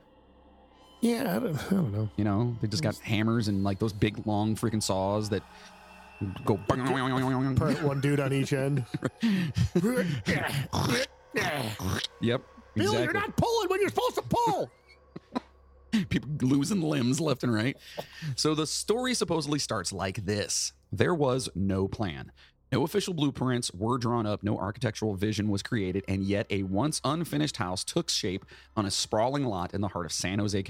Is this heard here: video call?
no